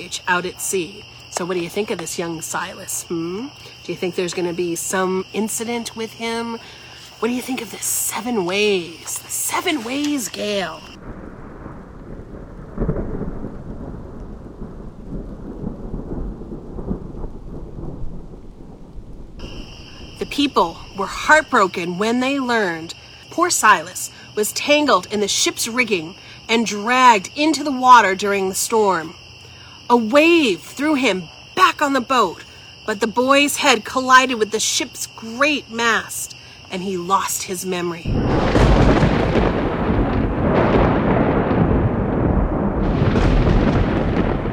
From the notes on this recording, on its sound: Recorded outside in the evening amongst the backdrop of crickets and night birds.